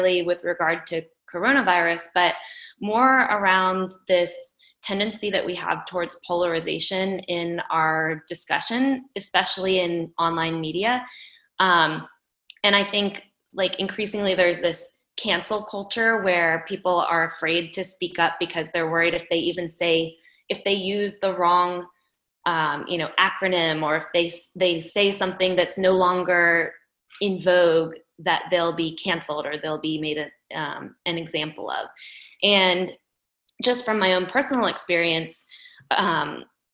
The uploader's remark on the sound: Posting the audio recording of our Book Club Zoom session